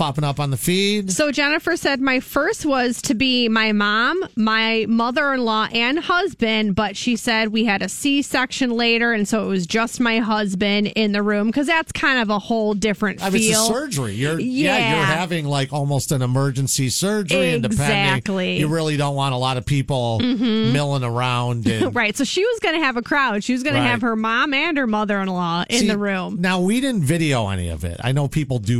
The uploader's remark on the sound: on the phone